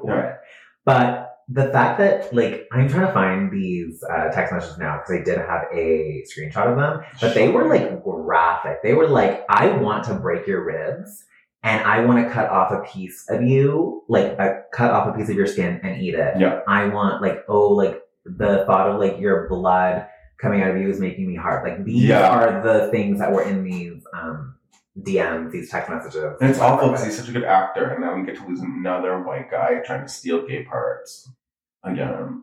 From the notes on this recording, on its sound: totally fucked up the audio on this one